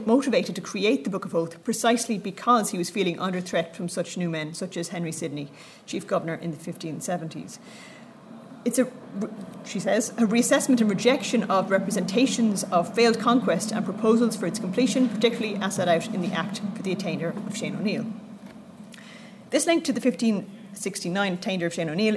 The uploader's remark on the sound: at the 2022 Tudor and Stuart Ireland Conference